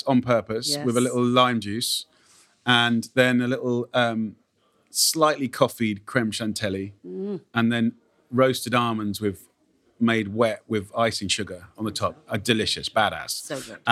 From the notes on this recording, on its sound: recorded on location at his new restaurant.